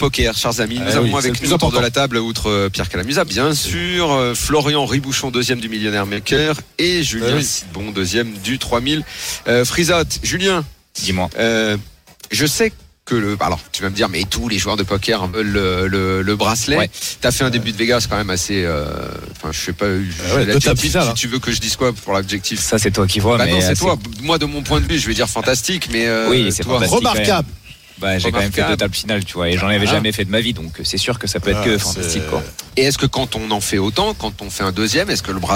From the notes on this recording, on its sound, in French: En direct des WSOP à Las Vegas.